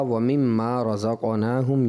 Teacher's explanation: وَمِمَّا میں میم مشدد کا غنہ تھا